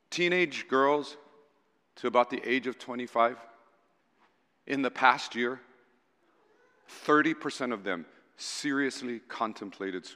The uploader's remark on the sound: Recorded on April 9, 2023 at Waialae Baptist Church.